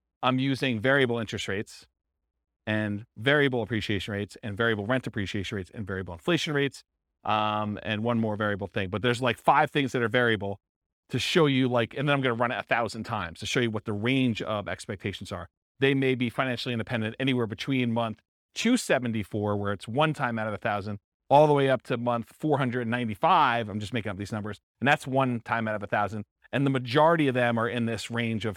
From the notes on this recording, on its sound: This was a live class recorded